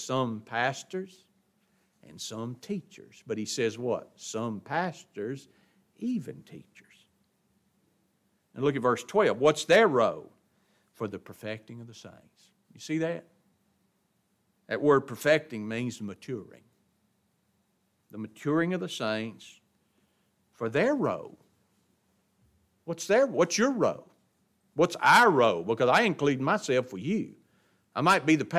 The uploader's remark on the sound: It was taught in the adult Bible class at Grace Baptist of Ruston Louisiana